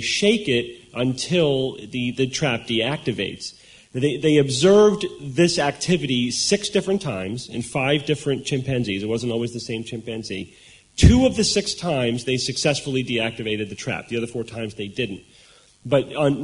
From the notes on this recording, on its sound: SGU Live in Sydney Australia. Live Q&A.